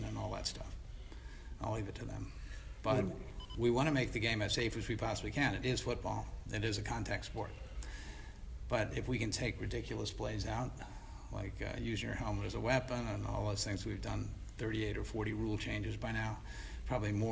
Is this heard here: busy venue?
yes